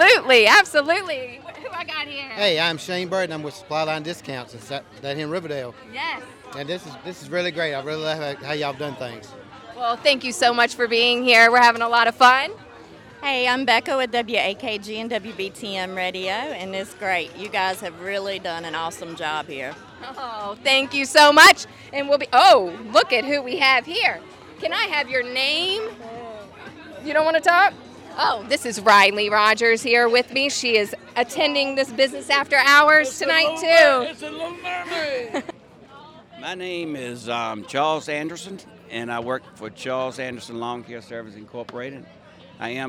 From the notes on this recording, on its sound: Live at Business After Hours. Reports live from a Rogers Heating & Cooling business after hours event. Interviewing some of South Boston’s business owners and professionals.